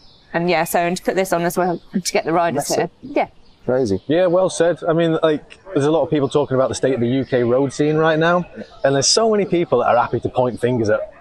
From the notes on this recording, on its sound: Surrounded by sheep at the Chiltern Velo Cycling Cafe. Recorded at the renowned Chiltern Velo cycling cafe. Recorded amidst a lively barbecue at Chiltern Velo, following an epic road ride in the picturesque Chiltern Hills with riders from the Amersham Cycling Club.